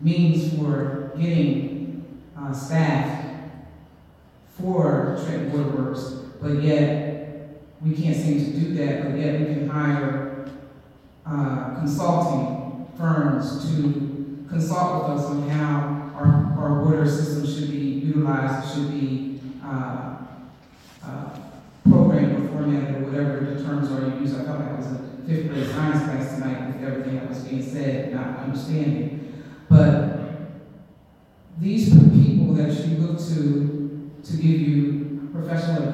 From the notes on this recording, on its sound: Raw audio recording of the Trenton NJ City Council meeting.